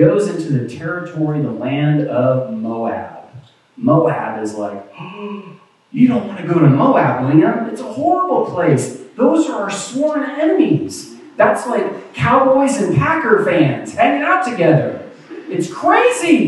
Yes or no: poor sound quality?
yes